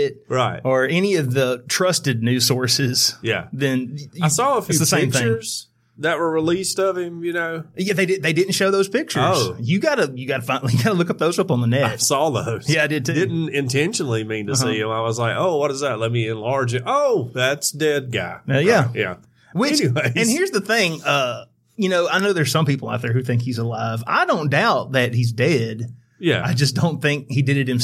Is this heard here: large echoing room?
no